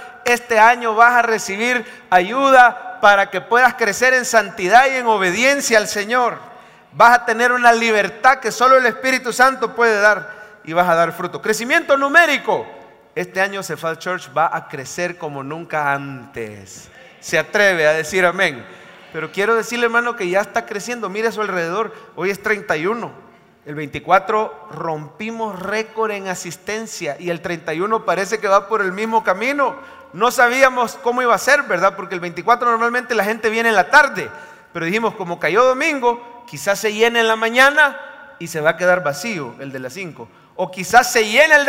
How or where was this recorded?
large echoing room